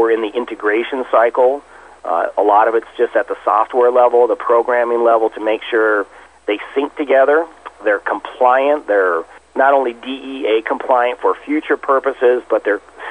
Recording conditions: phone line